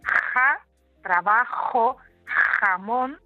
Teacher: El sonido velar, que es el de trabajo, jamón, se llama así porque cuando lo pronunciamos hacemos que el aire, esa corriente de aire, eh, pase por una zona muy estrecha que es la parte posterior del paladar. Y esa parte posterior del paladar es lo que se llama también velo, velo con V, el velo del paladar, y por eso ese sonido se llama sonido velar.